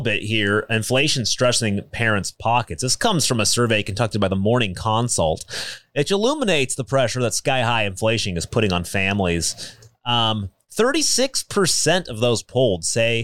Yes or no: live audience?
no